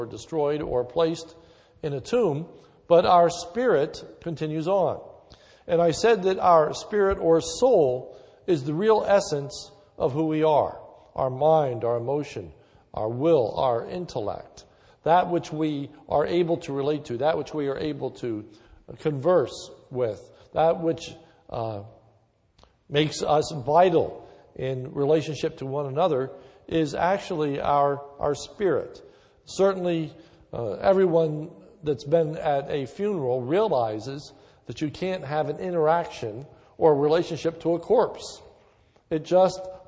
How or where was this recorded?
large echoing room